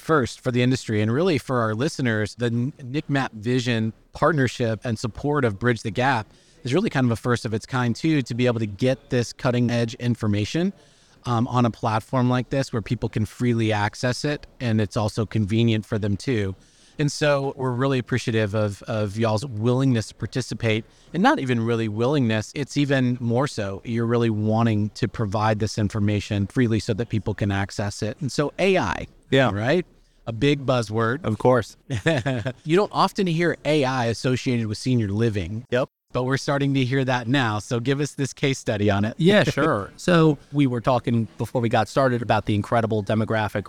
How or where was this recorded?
busy venue